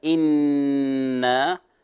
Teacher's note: النون المشددة في قوله تعالى إن، هذه أيضا غنة بمقدار حركتين